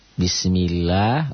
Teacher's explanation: lafad Allahnya dibaca tipis, tarki. Kenapa? Karena sebelum lafad Allah ada mi, ada kasroh.